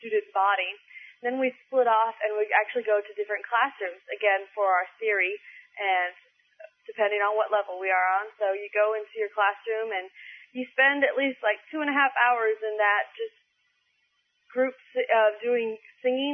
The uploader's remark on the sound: She called in to report on what has happened thus far.